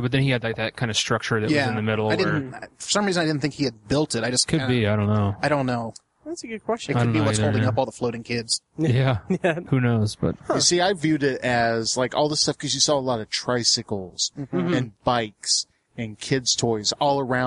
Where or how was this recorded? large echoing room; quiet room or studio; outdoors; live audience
outdoors